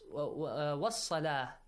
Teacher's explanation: if you stop at a word having ta marbuta, it changes. Yeah, ta marbuta will be changed to ha, and the harakat, whatever harakat that has, fatha, kasra, dhamma.